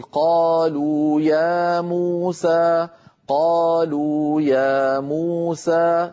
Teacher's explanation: أن أمد كل حرف من هذه الحروف قالوا يا موسى بمقدار نطقي بحرفين متحركين متتاليين، يعني بمقدار حركتين، فهذا هو القصر